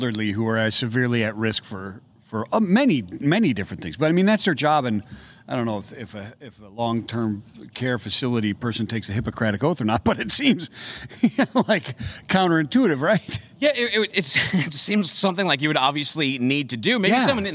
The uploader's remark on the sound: LIVE from Health and Pharma Summit